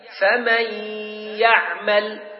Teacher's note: الغنة هذه تكون بمقدار حركتين إذا أردنا نقرأ قراءة صحيحة · Term: الإدغام بغنة